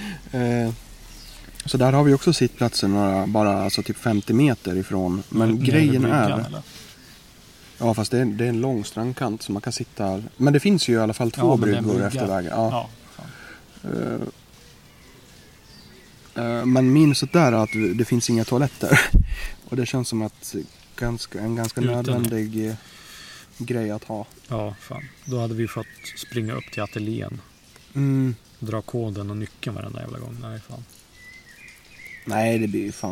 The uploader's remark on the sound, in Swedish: Vi gjorde oss minst lika bekväma på gräsplätten i parken till denna inspelning också.